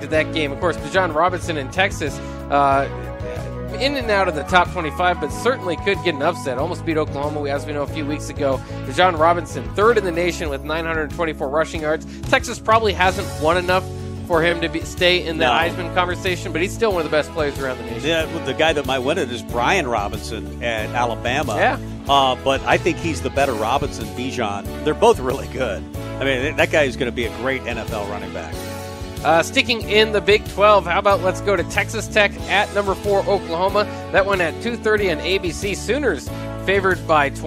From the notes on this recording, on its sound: Tailgate Tuesday live from Chick-Fil-A